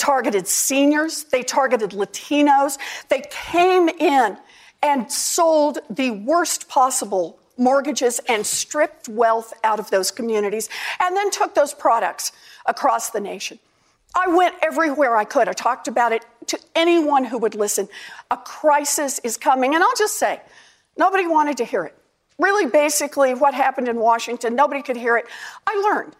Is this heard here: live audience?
yes